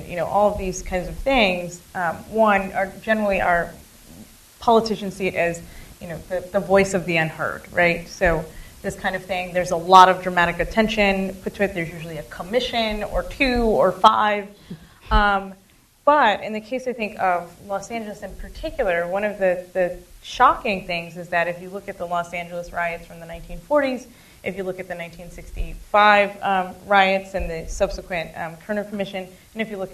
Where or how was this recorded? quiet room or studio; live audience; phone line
live audience